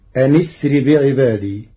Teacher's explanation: قرأ ورش كلمتي أن أسر بوصل همزة أسر مع كسر النون